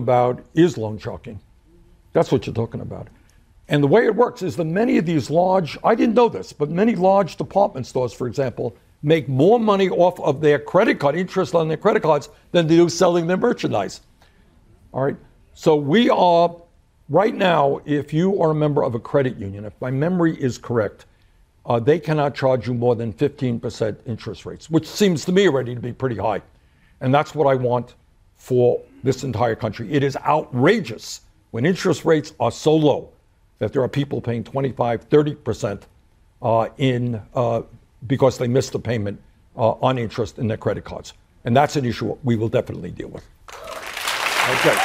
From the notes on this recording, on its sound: answer questions from the audience